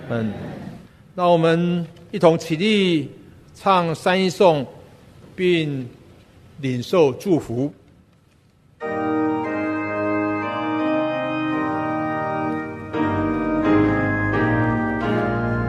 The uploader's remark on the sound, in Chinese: 本节目是由台北信友堂提供的主日崇拜现场实况录音，由良友电台剪接制作。